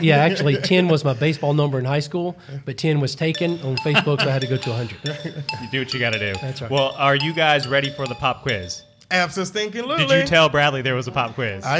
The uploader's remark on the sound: Each winter educators from around Mississippi gather in Jackson for the Mississippi Educational Computing Association, better known as MECA. Recording a live Podcast from the event is becoming somewhat of a Class Dismissed tradition.